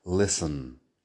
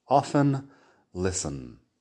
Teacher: En listen nadie está pronunciando la T · Term: la T que no suena